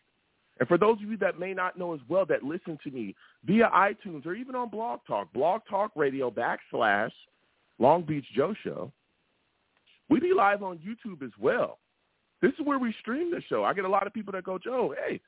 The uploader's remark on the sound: I take live callers!